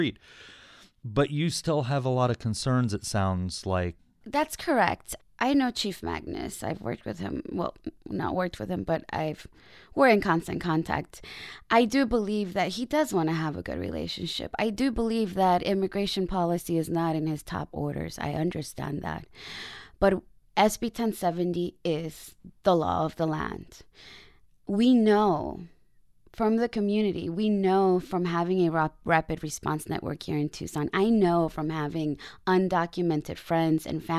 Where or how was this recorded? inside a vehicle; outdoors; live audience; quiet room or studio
quiet room or studio